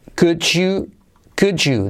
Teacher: D más Y se convierte en un sonido J